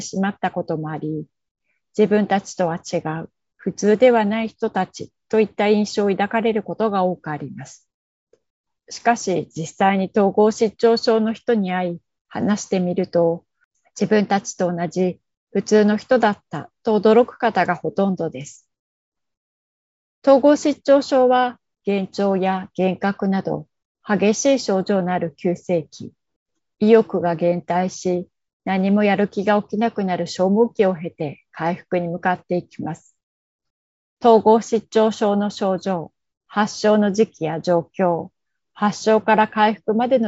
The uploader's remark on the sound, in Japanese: Zoomで開催、カメラオフ可です。